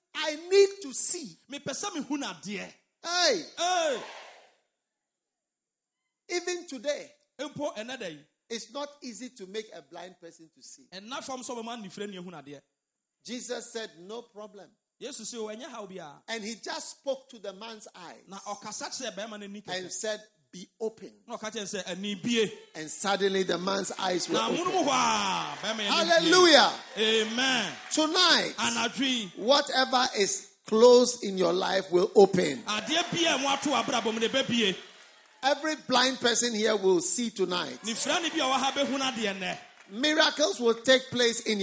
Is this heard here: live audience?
yes